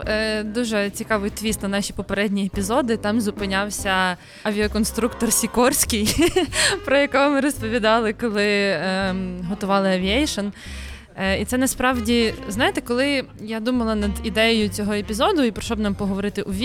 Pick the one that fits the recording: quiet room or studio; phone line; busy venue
busy venue